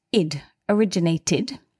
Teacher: And because the verb originate ends in a T, well, it ends in TE, but we ignore the E for this purpose. The last sound is a T, a dental consonant, T. It's pronounced id, originated.